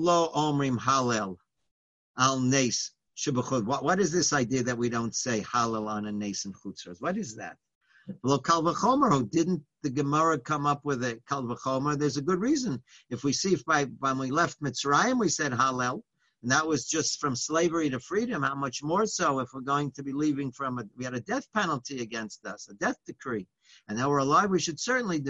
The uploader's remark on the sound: Live On Zoom: 7-6-2020